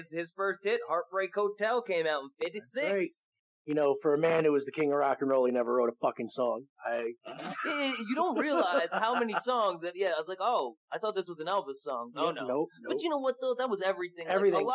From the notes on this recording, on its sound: This is an old episode and the sound quality on our vocals was kinda messed up.